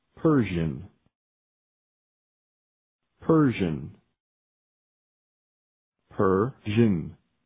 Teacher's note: پر نباید بگید. یه صدای بین او و ا